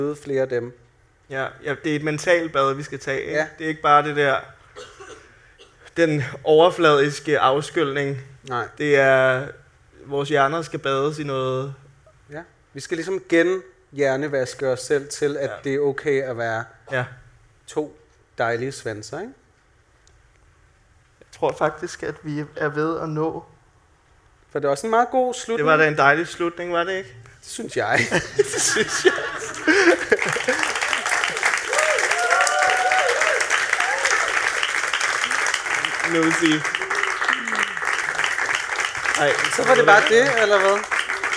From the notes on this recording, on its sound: LIVE fra Podcast Festival. Vi går LIVE for første gang på Hotel Cecil.